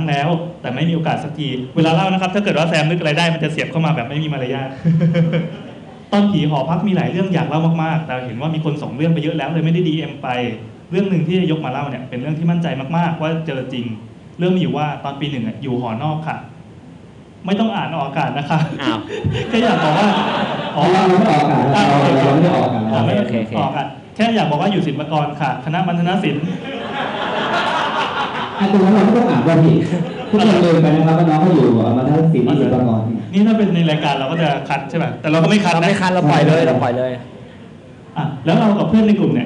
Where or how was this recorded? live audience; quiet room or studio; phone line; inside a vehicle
live audience